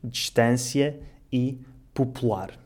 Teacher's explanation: Tal como o E e o O, as vogais I e U também sofrem desaparecimentos quando estão entre duas consoantes e não são tônicas